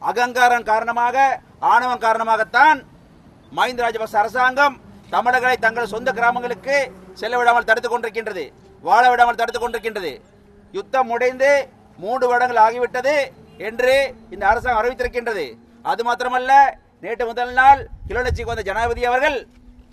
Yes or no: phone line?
no